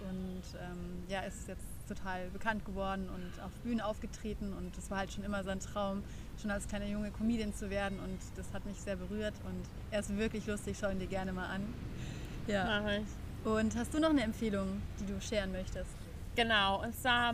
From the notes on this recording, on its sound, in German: Passend zum Wochenende haben wir die Folge draußen aufgenommen, also genieße das Rauschen des Windes.